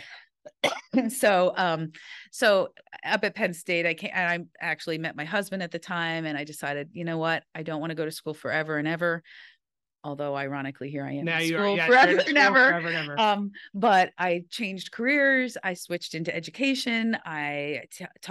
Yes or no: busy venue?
no